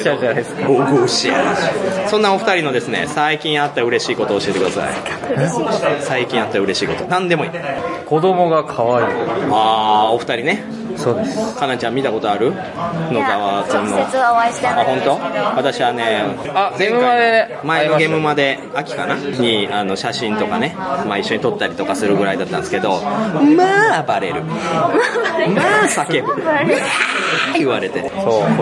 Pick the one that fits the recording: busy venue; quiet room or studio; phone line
busy venue